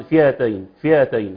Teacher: فئتين ف فما لكم في المنافقين تقرأ خطأ فئتين فئتين هكذا يعمل عملية تسهيل كأن همزة مسهلة